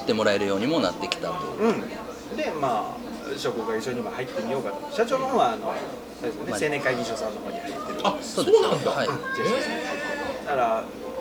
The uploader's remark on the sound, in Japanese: そろそろ同じパターンで録音するのも飽きてきたので、今回はいろんなお店で出張録音を試みてみました。